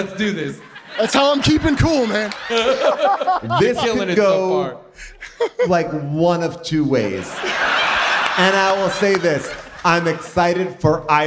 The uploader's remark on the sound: LIVE from the Warner Theatre in D.C. The audience Q&A.